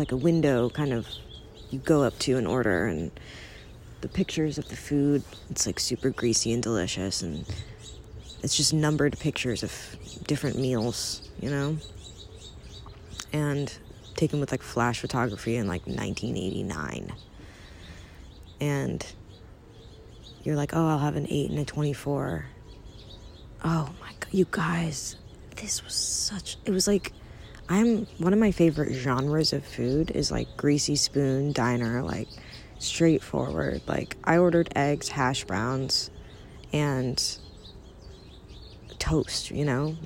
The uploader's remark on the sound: Recorded from the backyard. Lots of birds.